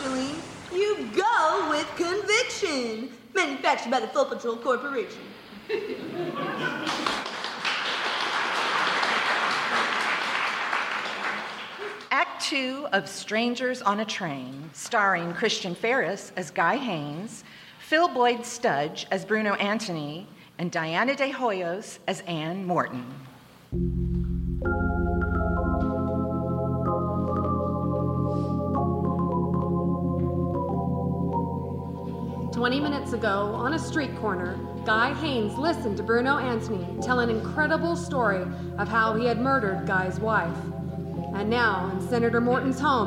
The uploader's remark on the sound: In this remake of a Lux Radio Theatre broadcast, The Narada Radio Company presents the audio adaptation of the classic Hitchcock film in front of a live theatre audience! Special release for the 2019 Sonic Summerstock Playhouse.